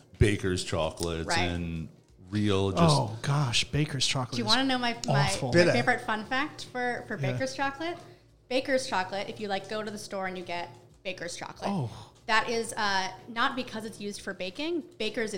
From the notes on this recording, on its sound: at the New York City Coffee Festival